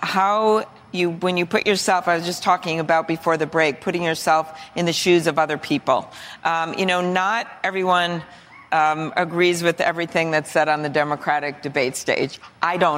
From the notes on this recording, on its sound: answers questions from voters in Nevada during a live town hall